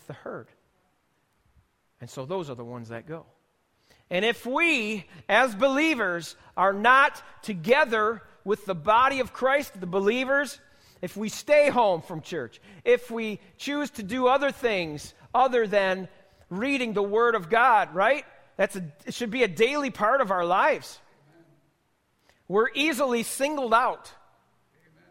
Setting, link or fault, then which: setting, large echoing room